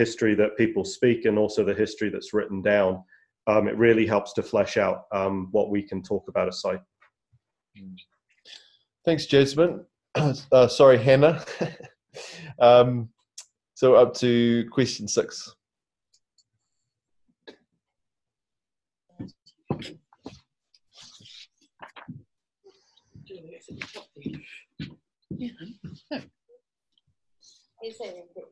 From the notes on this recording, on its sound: LEARNZ web conference